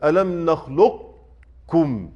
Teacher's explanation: يعني سأبقي من القاف صفة الاستعلاء، ما عنديش إطباق في القاف، يعني أقرأ إزاي؟ · Term: الإدغام الناقص